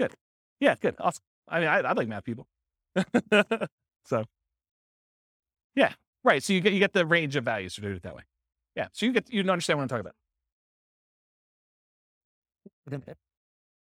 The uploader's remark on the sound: This was a live class recorded